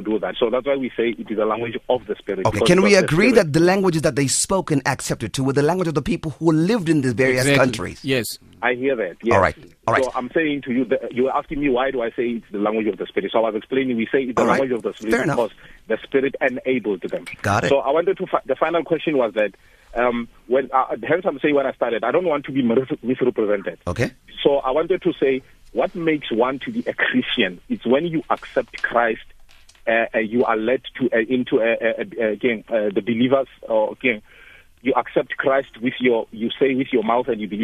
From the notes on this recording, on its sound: Guest in Studio. Guest on the phone.